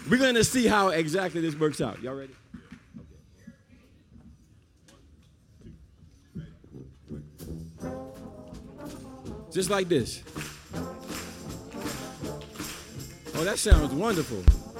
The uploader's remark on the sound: live at the Richmond Folk Festival (2014)